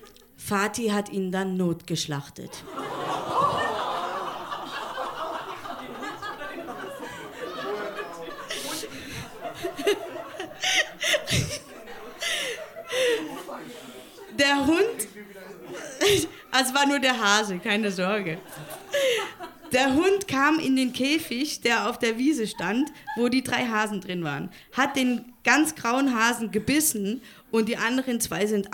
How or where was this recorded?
live audience